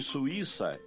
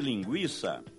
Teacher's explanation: estamos falando de hiato, U, I, pronunciado separadamente · Shown in: first take · E por isso o I, que nesse caso é tônico, leva acento.